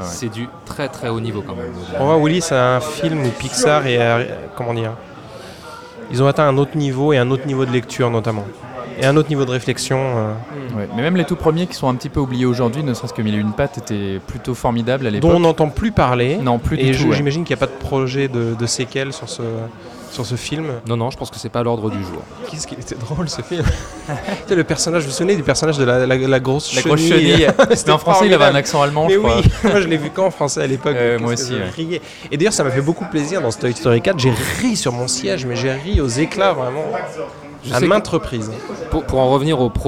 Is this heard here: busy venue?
yes